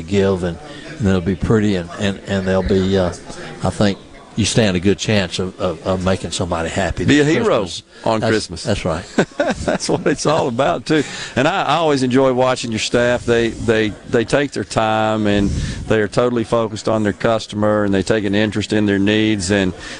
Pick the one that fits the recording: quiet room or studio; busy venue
busy venue